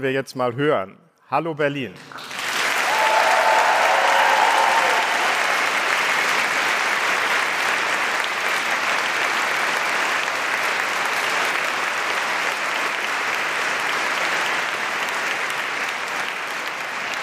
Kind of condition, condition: setting, live audience